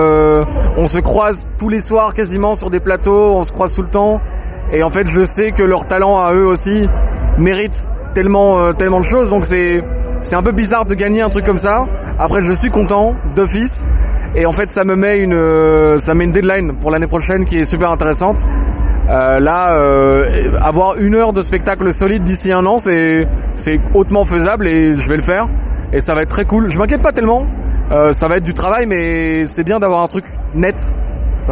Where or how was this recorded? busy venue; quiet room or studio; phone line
busy venue